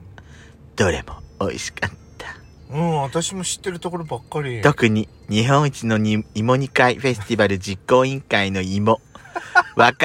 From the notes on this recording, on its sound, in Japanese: パーキング収録